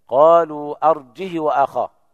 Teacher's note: فقرأ قالون وابن وردان قالوا أرجه وأخاه بدون همزة وكسر الهاء بدون صلة الهاء